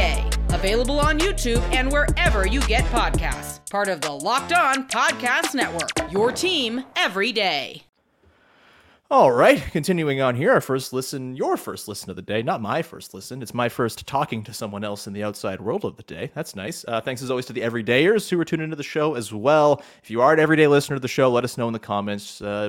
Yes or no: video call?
no